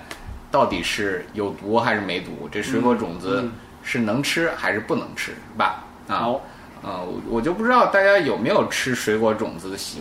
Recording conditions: background noise